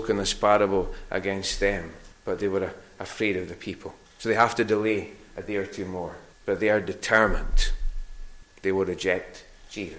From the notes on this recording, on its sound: recorded at North Harris Free Church on the morning of Sunday 8th May 2022.